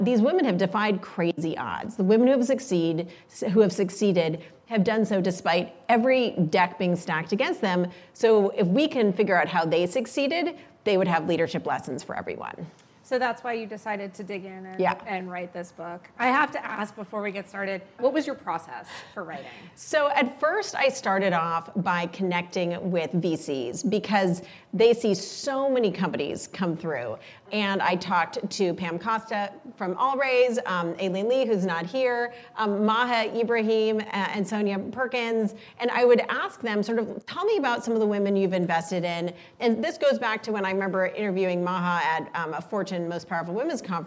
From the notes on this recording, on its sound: in front of a live, female-majority audience as part of Greylock's Iconversations speaker series